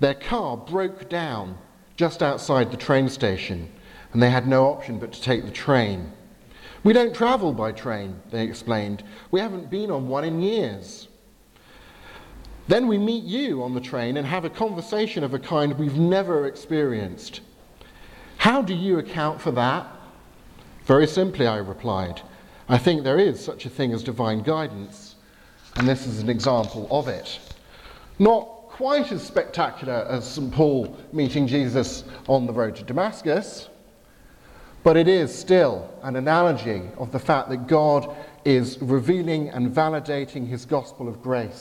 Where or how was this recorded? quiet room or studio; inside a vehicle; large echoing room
large echoing room